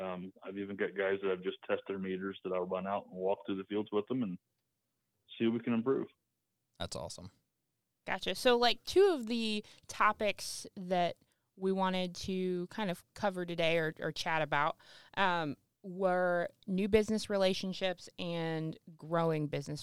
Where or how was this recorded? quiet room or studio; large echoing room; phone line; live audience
phone line